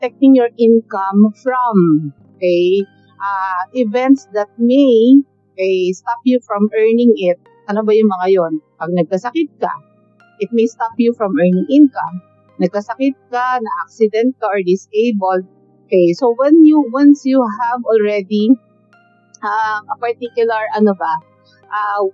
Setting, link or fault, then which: fault, background noise